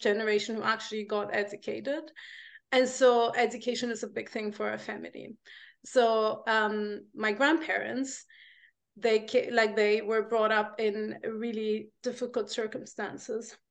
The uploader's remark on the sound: LinkedIn Live audio event. On a Zoom call.